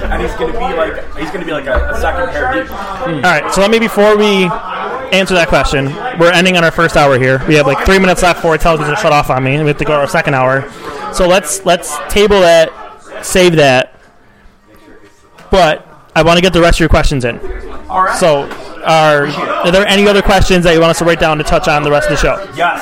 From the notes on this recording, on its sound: live from Iron Buffalo